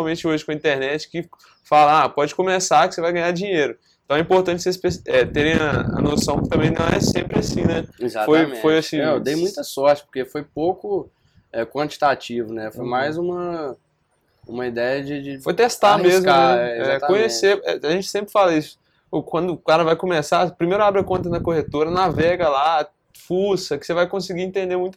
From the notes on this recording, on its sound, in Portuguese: Na gravação tivemos um pouco de problema em relação ao vento, que atrapalhou o audio em alguns momentos